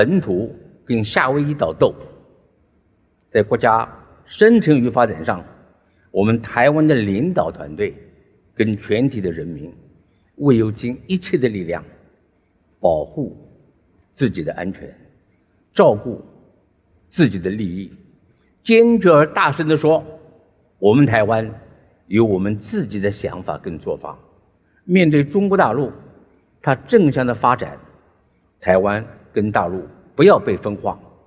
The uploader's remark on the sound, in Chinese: 本集節目取自【2023突破者知識跨年饗宴】現場錄音